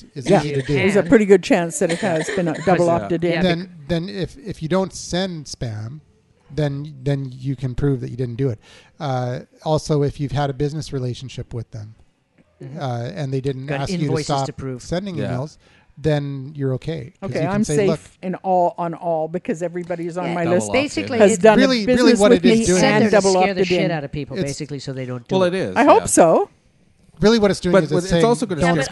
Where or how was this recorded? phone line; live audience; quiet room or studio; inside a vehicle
live audience